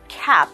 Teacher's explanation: Here, when we focus on the word cap, you'll see an AP, which means there's a ah sound followed by a p, a popping